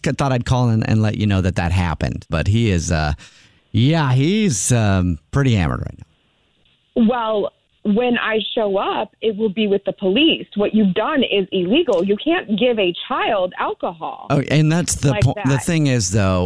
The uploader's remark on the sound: Phone Prank